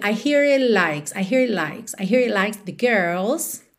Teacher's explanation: o T do it, você não ouve